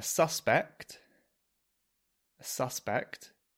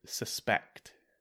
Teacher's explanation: in a noun, the first syllable, sus, is stressed. And in the verb, it's the last syllable, suspect.